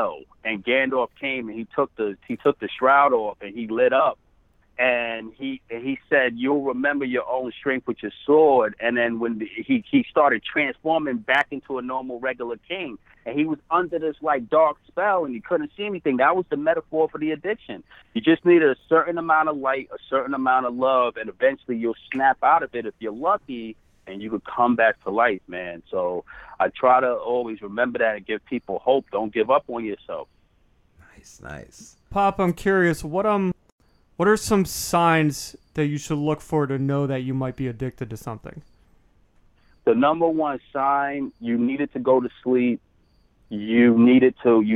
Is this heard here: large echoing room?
no